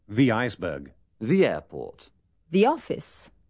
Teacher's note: delante de las palabras que empiezan por vocal, a la TH, sigue un sonido similar a nuestra I